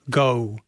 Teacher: which I say with a kind of an O and then kind of an oo